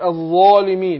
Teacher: لابد أن أنا أفخم الألف عشان الحرف اللي قبلها مفخم